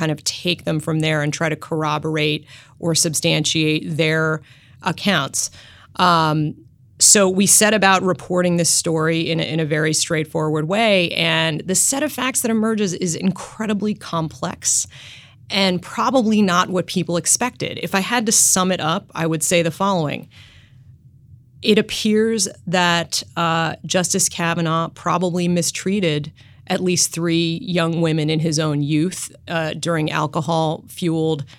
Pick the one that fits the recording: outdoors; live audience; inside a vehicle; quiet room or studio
quiet room or studio